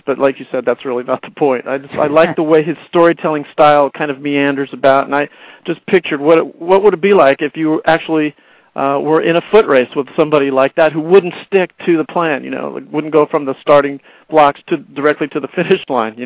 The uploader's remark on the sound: We also had several poets who scored in the top 10 spots call in and share their winning poems after their names were announced.